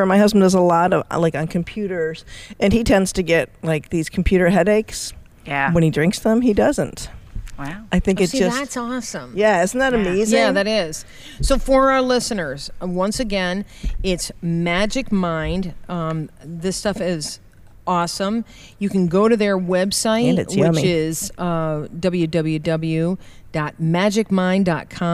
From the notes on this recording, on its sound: Back on location, this time from Proctor's Theater in Schenectady.